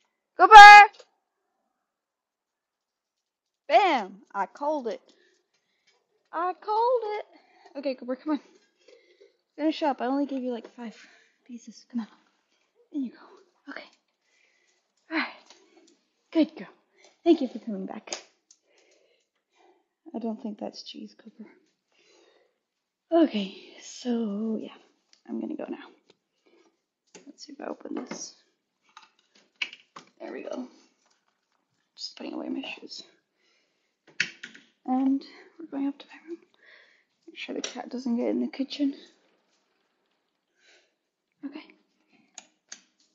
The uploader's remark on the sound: Sorry about the quality when recording with my headphones, it was a test run today. It doesn't sound its best, that's for sure!